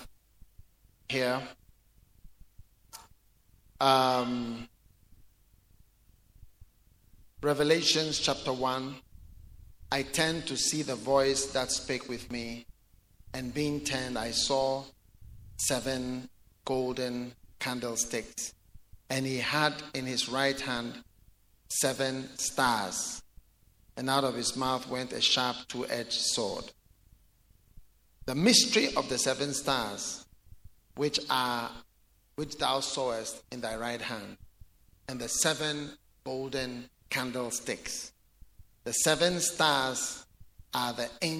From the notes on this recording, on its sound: Preached at The Way Cathedral, Ayawaso-Ghana